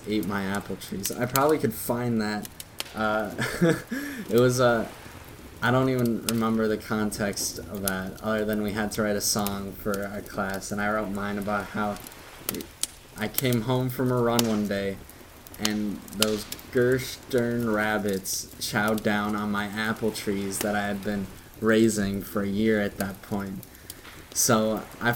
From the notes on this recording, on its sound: all with wave noises and campfire sounds play in the background